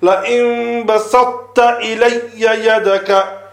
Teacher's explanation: Again, the huruf nita'iyya, we have ta, dal, and ta. So ta and ta is pronounced from the same place, which is the tip of the tongue touching the roots of the front two teeth.